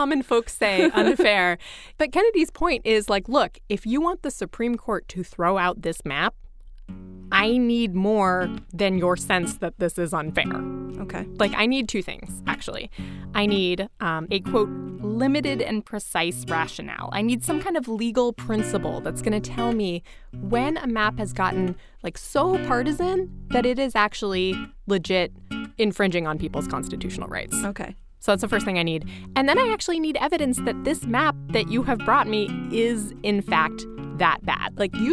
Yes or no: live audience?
no